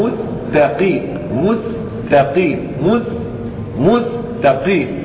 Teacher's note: وسين يقصد حرف السين. رقق ولا تجعله كالصاد في كلمة مستقيم، فلا تقل مستقيم، مستقيم هذه سين.